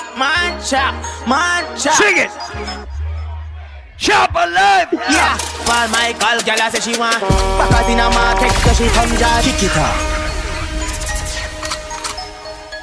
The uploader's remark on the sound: LIVE AT ISLAND SATURDAYS ON MAY 4TH. Live Audio.